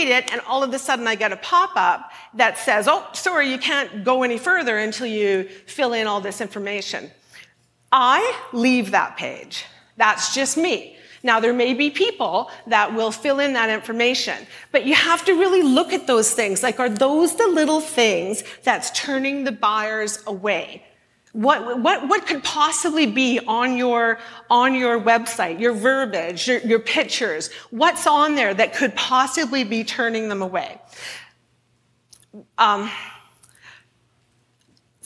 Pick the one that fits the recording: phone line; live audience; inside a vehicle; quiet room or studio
live audience